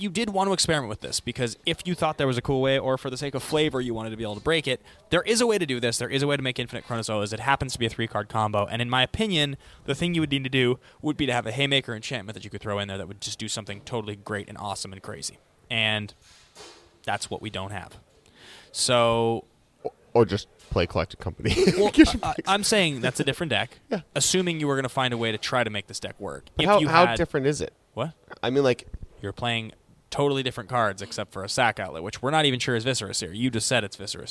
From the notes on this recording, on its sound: “Live” From the Dallas Toy Fair